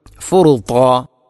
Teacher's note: ത്വാഇൻ്റെ മഖ്റജ് നാവിൻ്റെ അറ്റം, മേലെ മുൻപല്ലിൻ്റെ മുരട്, അതോടൊപ്പം നാവിൻ്റെ മധ്യഭാഗം അണ്ണാക്കിലേക്ക് ചേർന്ന് നിൽക്കുക എന്നുള്ള ആ ഇത്തുബാഖ് എന്ന സ്വിഫത്ത് കൃത്യമായാലേ ത്വാഇൻ്റെ മഖ്റജ് അല്ലെങ്കിൽ ആ ഉച്ചാരണം ശരിയാവുകയുള്ളൂ.